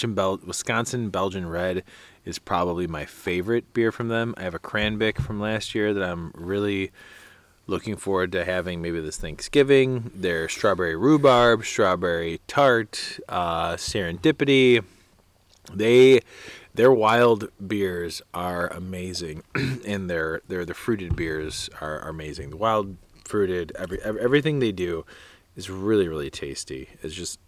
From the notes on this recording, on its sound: Sip one some beers in nature. While camping in Washington Island Wisconsin, they decided to crack open a few in the great outdoors.